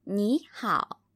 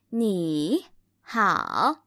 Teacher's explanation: 好 by itself is also a third tone.However, when we put them together, our 你, which is a third tone character, becomes a second tone character. · Shown in: first take · So it sounds like 你好 instead of 你好.